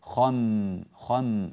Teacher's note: بعض الناس يقول الخمري فيبقي الخاء على تفخيمها، هذا جيد، وينقل ينتقل إلى الميم مع تفخيمه الذي بقي في الخاء، فتصير الخاء مفخمة والميم أيضا مفخمة، وليس كذلك. ننتقل من خاء مفخمة إلى ميم مرققة. وطريقة ترقيق الميم إفراغ ما خلف الشفة العليا والسفلى من الهواء، يعني لا ننفخ خلف الشفة العليا والسفلى هواء.